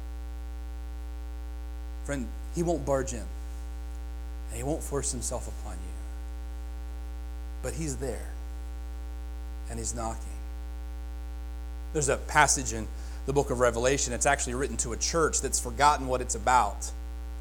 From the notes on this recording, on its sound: Join us Sundays at Faith Free Will Baptist Church in Chandler. Here is our Sunday Sermon recording.